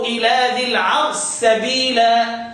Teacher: يبقى الشين يضغم في السين في موضع واحد فقط